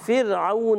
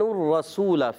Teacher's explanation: فر کی را جو ہے را ساکن سے پہلے زیر، باریک پڑھیں گے. اور رسولہ میں را پر زبر آنے کی جگہ را پور ہو جائے گی